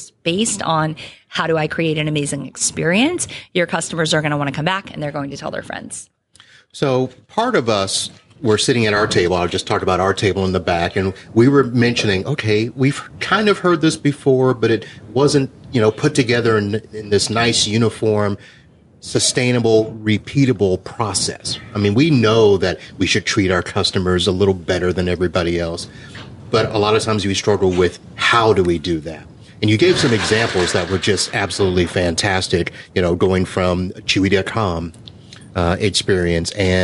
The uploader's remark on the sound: Live from ASCII Edge. The ASCII Edge event in Clearwater, FL.